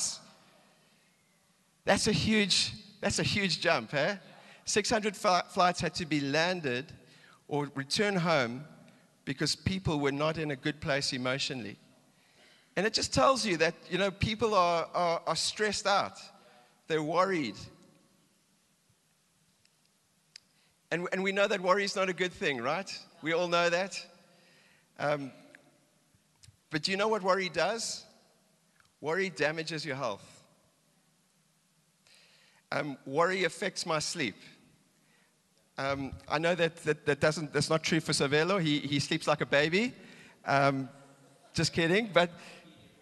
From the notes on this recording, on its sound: Recorded live on Sunday the 18th September 2022